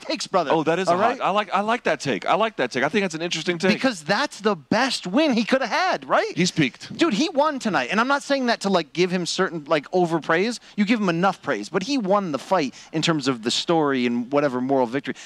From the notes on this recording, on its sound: The boys react live from Hard Rock Stadium